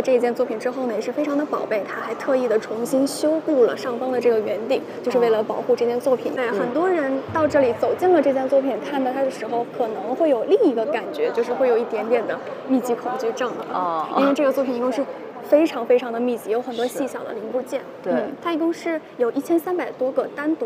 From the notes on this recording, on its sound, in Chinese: 来自伦敦V&A博物馆现场发回的“声音记录”。节目有环境噪音，已尽量处理。